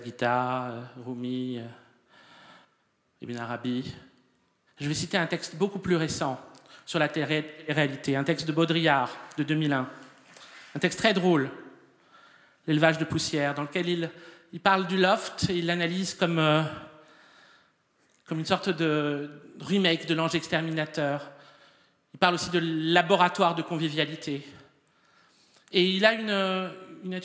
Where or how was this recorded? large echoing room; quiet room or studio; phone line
large echoing room